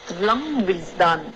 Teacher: Laundry 这个 dr 的浊音没发出来